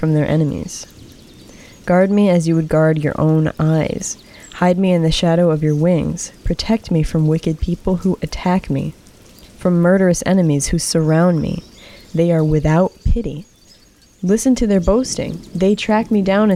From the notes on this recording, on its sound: While it rains softly outside. Relax and enjoy the sounds of nature in the background.